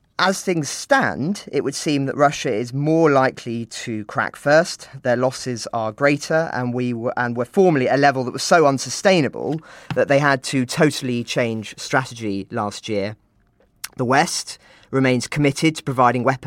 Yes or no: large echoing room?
no